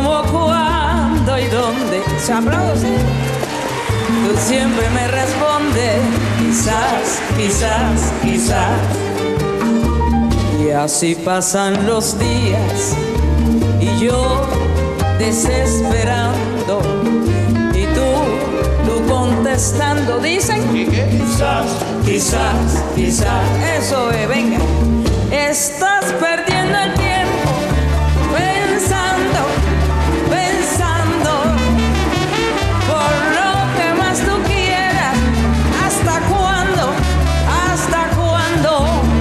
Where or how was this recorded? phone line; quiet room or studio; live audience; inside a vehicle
live audience